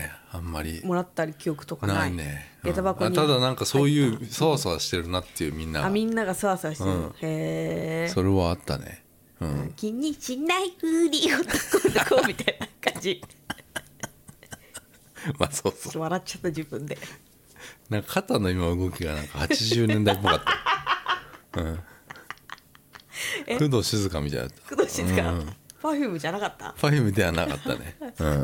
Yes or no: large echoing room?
no